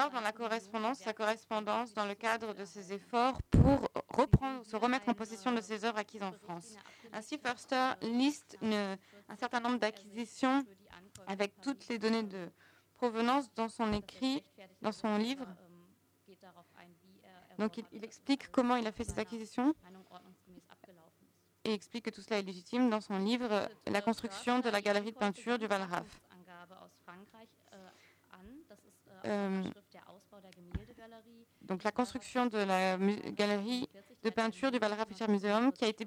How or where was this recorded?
large echoing room